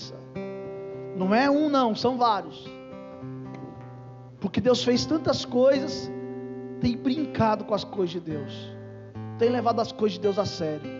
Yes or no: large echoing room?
yes